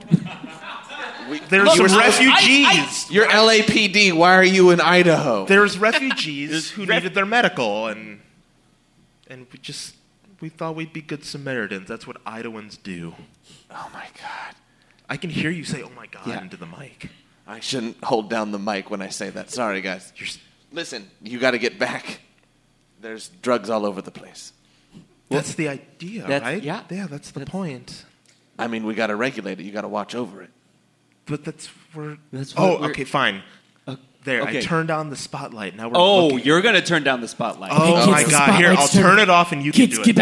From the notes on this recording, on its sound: Real life sounds from the Portland City Council inspires improv on stage at Curious Comedy Theater.